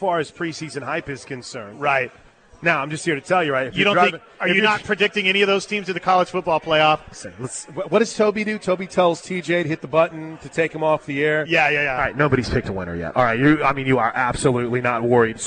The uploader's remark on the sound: LIVE FROM BWW IN EDMOND FOR GRIDIRON GIVEAWAY